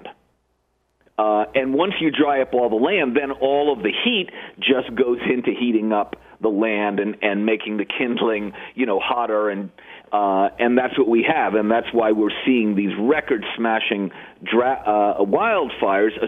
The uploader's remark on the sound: Listeners call